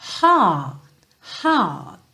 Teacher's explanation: E percebe que eu tô fazendo um T final, mas ele é tão sutil que ele não chega a aparecer · um R que costuma vir mais pro final da palavra, que vem depois de uma vogal, ele frequentemente funciona alongando o som daquela vogal